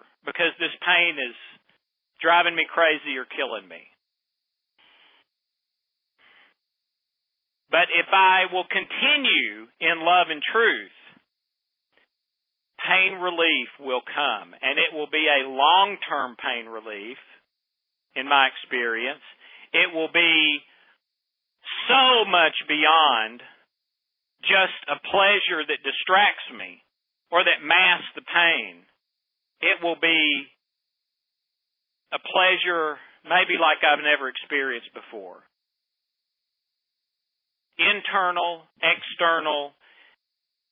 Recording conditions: phone line